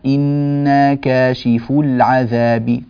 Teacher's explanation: تسقط الواو ولا تكون موجودة في النطق، فلا نقول كاشفو العذاب، هذا غير صحيح، كاشفو العذاب فمضمومة فقط لا غير، أما إذا وقفنا نقول إنا كاشفو، هكذا. · Term: لالتقاء الساكنين